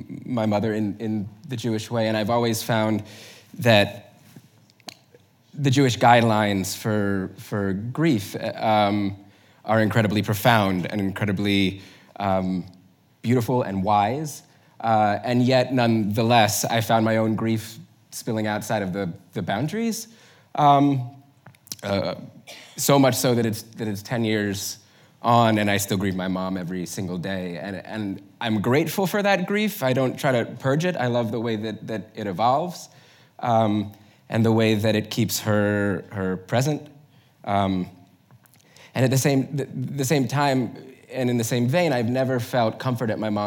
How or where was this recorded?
live audience